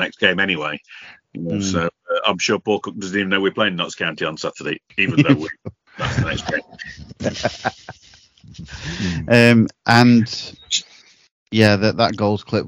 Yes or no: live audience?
no